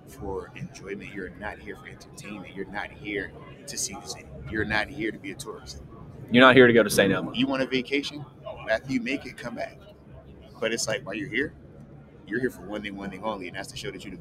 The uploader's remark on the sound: LIVE from the NFL Combine.